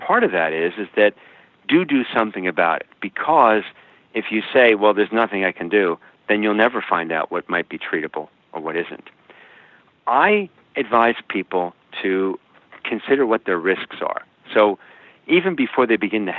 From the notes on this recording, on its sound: Welcoming via internet phone to The Not Old Better Show.